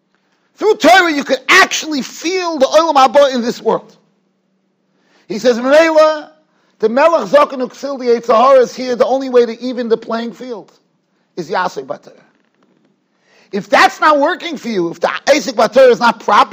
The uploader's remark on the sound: Shiur recorded in Yeshivas Ohr Reuven, Monsey, NY.